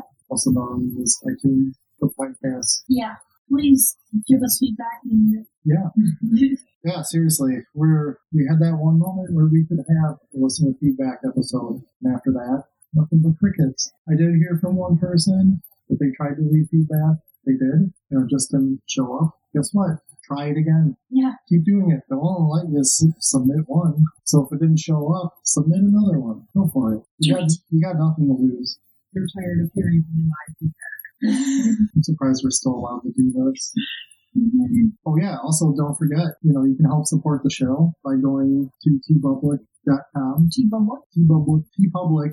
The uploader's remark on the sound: fudged the recording and it sounds a lot like poop